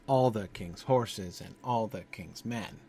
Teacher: the whole third line begins and ends with a stress · Term: anapest